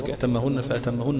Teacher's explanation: النون والميم مشددتان يجب إظهار غنتهما وصلا ووقفا · Term: حرف غنة مشددة